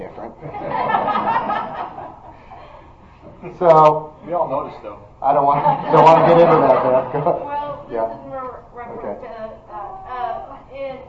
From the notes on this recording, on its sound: This podcast is a recording of a Wednesday night adult Christian education class. First Presbyterian Church in Edmond, Oklahoma.